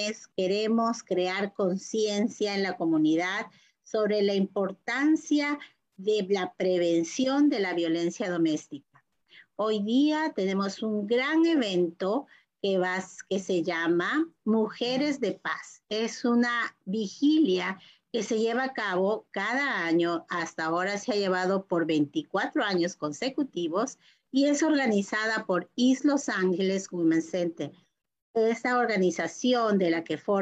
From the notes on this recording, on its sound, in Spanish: por Zoom y Facebook en vivo